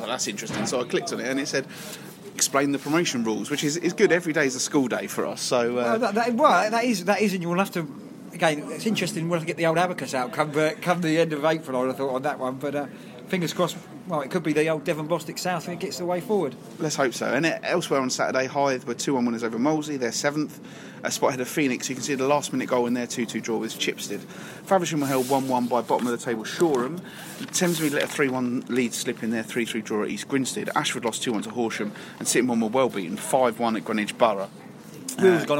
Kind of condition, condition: setting, busy venue